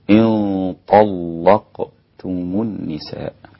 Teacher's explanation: عندي تفخيم الغنة في النون الساكنة مع الطاء إن طاء، واللام هنا رقيقة عند كل القراء ما عدا ورش، فإنه يغلظ اللام في هذا الموضع: إن طلقتم النساء. والنساء مد واجب 4 حركات، أقل شيء عند القراء، ويزيد 6 حركات للإمام ورش والإمام حمزة.